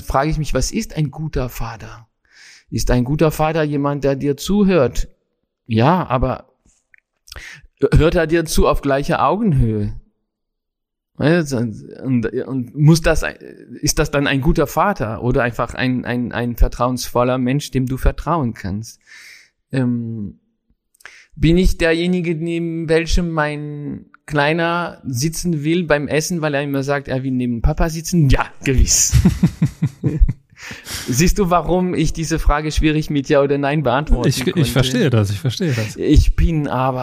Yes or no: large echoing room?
no